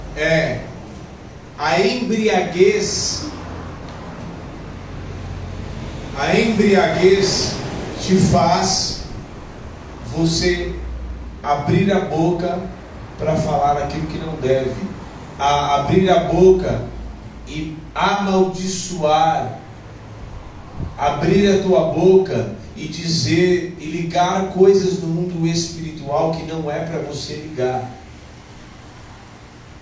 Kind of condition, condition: setting, large echoing room